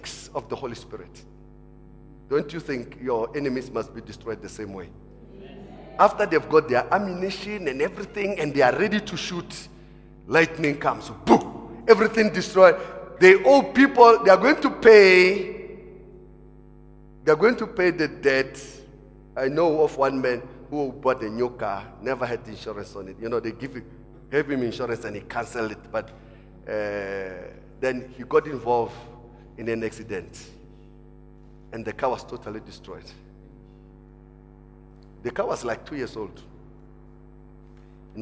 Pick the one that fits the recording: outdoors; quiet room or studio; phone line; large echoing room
large echoing room